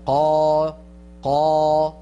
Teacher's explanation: المد الطبيعي مثلا قا قا، هذا حركتين. زمن قا اضربه ب3 يخرج معك 6 حركات.